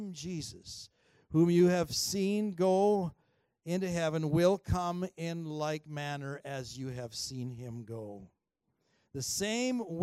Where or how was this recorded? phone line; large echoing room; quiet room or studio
large echoing room